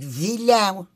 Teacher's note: E o passar do E, que é feito na parte da frente da boca, para o L, eu paro a meio caminho e ponho no palato, no céu da boca.